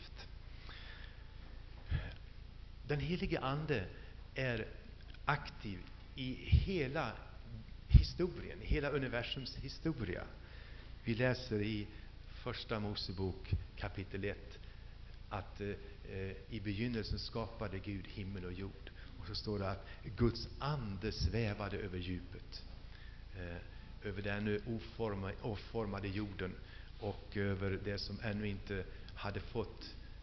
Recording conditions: large echoing room